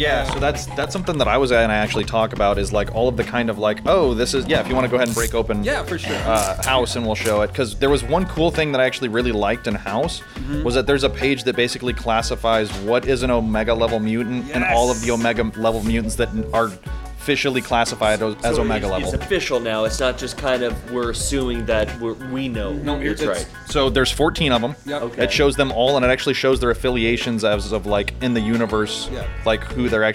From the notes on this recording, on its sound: Yet another live stream at Doc's Comics & Games